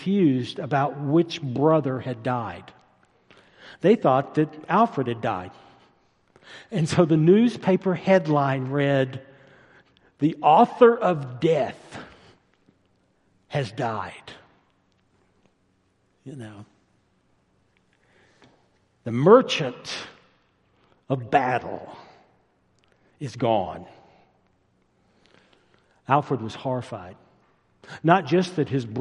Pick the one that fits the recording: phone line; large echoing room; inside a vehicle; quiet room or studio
large echoing room